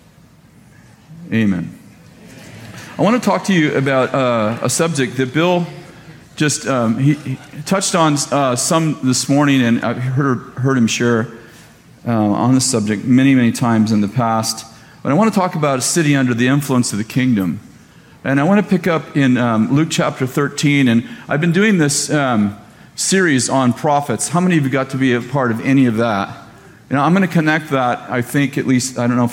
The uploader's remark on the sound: at Bethel Church in Redding, CA